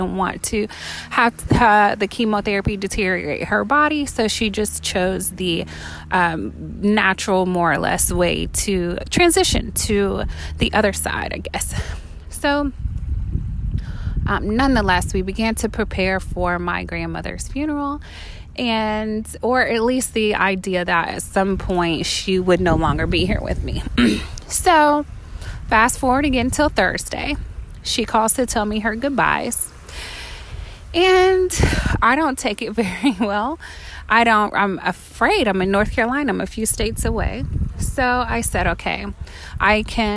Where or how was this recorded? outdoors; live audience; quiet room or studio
outdoors